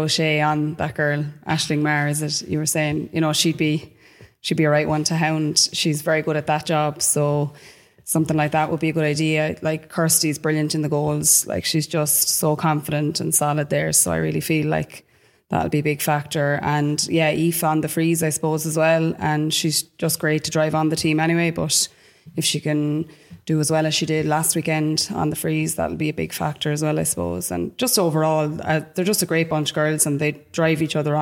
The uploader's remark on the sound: We are live from Dicksboro GAA for a special preview show for the AIB Leinster Senior Club Championship Final.